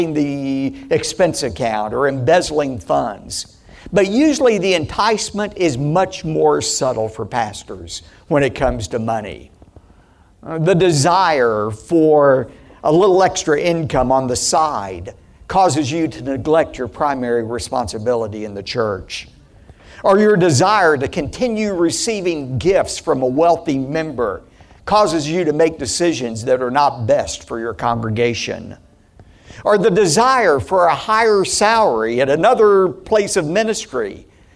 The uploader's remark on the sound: Keynote speaker at KPRZ's 12th Annual Pastors Appreciation Luncheon in San Diego, CA. Where he shared this message with community leaders and Pastor's.